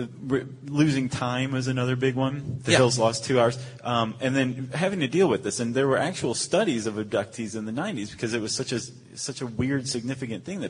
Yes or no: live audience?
yes